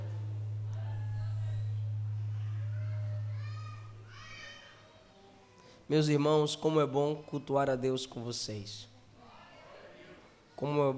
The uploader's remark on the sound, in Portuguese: Nesta mensagem gravada em Setembro de 2017 na nossa conferência anual.